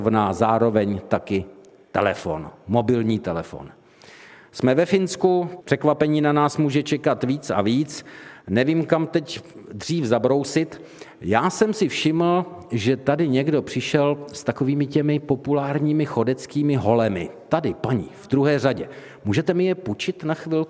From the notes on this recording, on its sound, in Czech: Také tentokrát uslyšíte veřejnou nahrávku pořadu, kterou jsme pořídili ve spolupráci s Muzeem východních Čech v Hradci Králové a kavárnou v jejich unikátním prostoru.